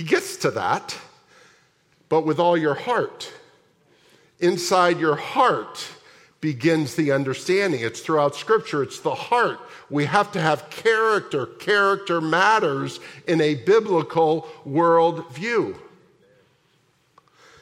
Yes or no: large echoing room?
yes